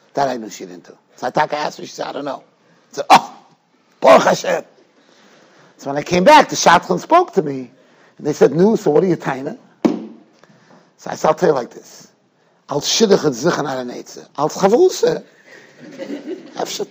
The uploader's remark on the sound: Shiur recorded in Yeshivas Ohr Reuven, Monsey, NY.